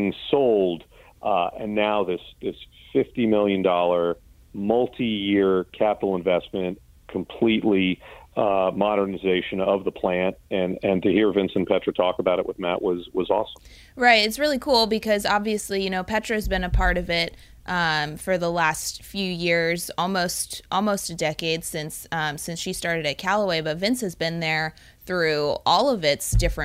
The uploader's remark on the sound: In this coast to coast episode. Over the phone.